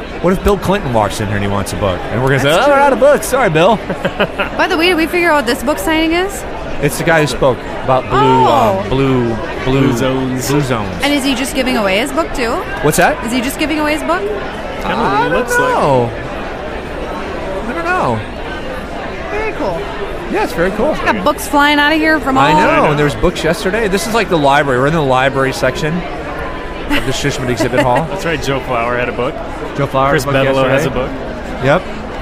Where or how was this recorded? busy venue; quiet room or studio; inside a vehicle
busy venue